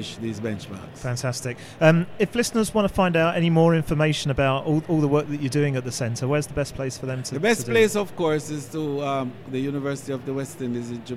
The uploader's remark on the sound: Recorded at the World Travel Market, 2018, we partnered up with some of the exhibitors and delegates to get a flavour of what was being discussed at the event.